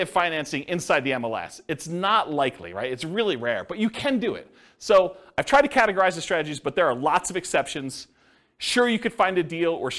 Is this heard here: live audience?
yes